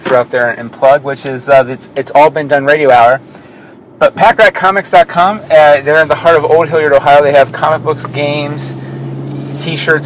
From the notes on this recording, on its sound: It is a live radio-show in the time of old school radio programs! Recorded Live at Packrat Comics. Packrat Comics is a fun family friendly comic shop located in the heart of Old Hilliard.